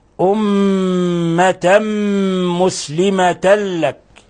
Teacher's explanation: أمة مسلمة لك، حرف غن مشدد، ذلك على أن الميم جاءت مشددة، الميم مشددة فتعطى غن مقدارها حركتين